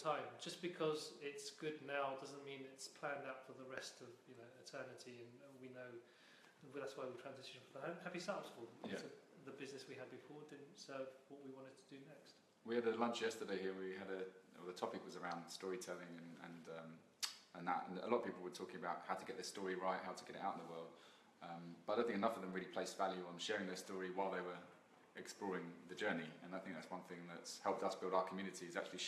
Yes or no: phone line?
no